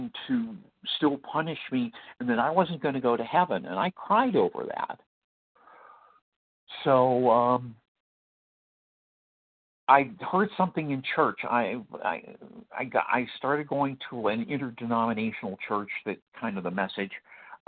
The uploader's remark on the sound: qualification from the 100 Pounders Phone Meeting